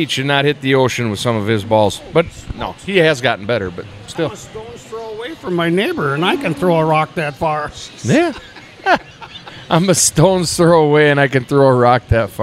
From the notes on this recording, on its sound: Record live from Hy-Vee for the release of Man Cave Light in 4-packs!